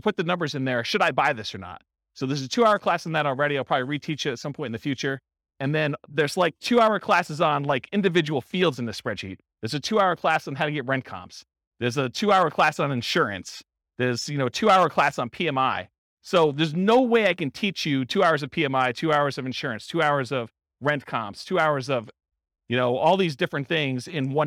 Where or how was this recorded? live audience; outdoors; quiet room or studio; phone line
live audience